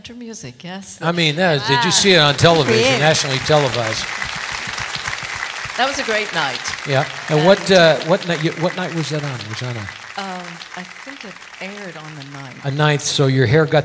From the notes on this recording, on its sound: Live at the South Point Casino